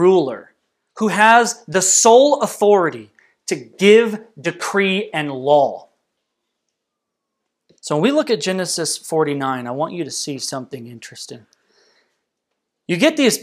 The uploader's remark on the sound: This message was delivered on November 22nd, 2020 at Redeemer Community Church.